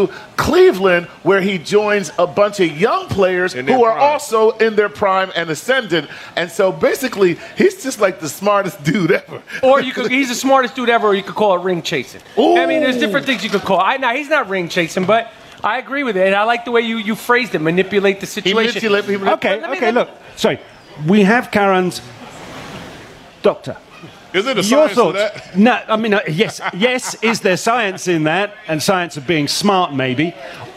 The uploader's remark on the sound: Our Playing with Science TuneIn party at the SXSW festival